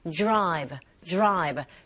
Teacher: R sound 같이 붙어있을 때 약간 J에 가깝게 소리가 들리거든요